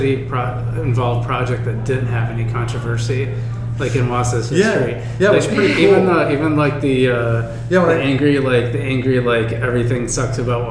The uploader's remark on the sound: Live at Daly's